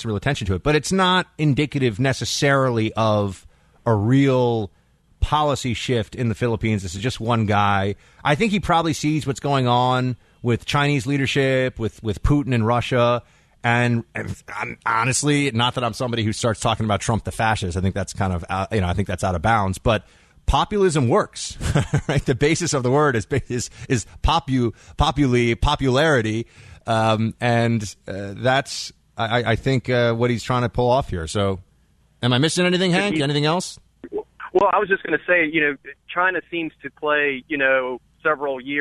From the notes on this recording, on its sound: your phone calls